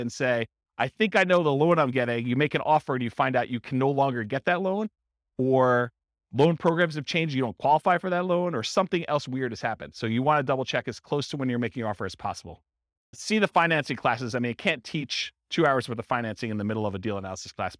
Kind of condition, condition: setting, live audience